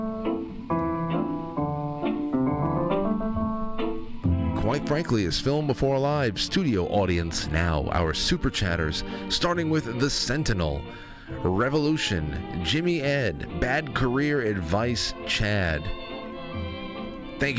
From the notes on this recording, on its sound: we will open the lines and keep testing this new phone system out